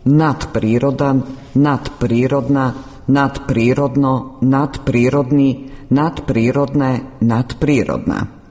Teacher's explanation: Zvučno d ispred bezvučnog p prešlo je u svoj bezvučni par t, jednačeći se sa njim po zvučnosti.